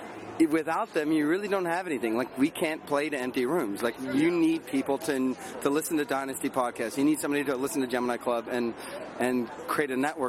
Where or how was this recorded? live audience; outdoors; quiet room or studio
outdoors